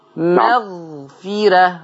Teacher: ترقيق راء مغفرة لا يؤثر على تفخيم الغين. مغفرة رقق الراء لكن لا تؤثر على تفخيم الغين.